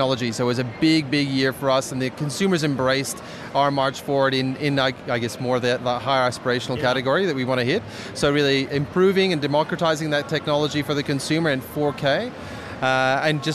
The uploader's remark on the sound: Live from CES 2017 in the EFTM Studio.